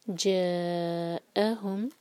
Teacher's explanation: مد متصل چار حرکہ اور اس کے بعد کٹ آف ساؤنڈ حمزہ کا